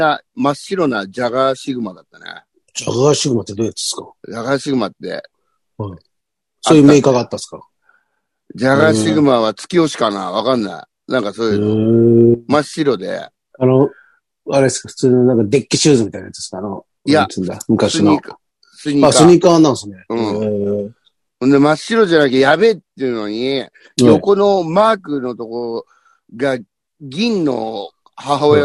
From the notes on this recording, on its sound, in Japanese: ZOOMで収録